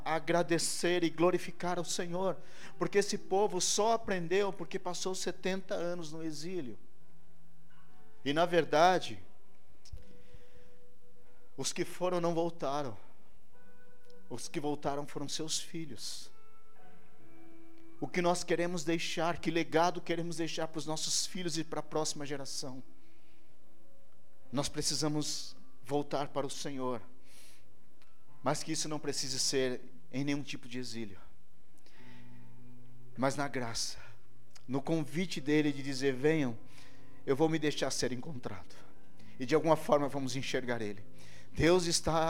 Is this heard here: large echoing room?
yes